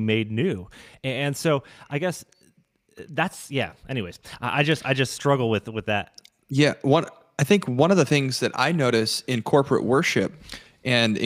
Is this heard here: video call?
no